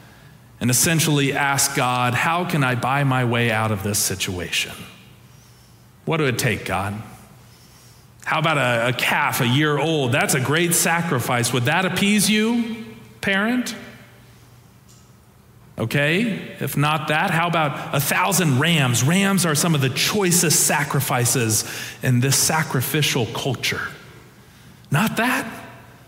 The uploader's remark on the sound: Preached on January 29, 2023 for our Traditional and MorningSong Worship Services.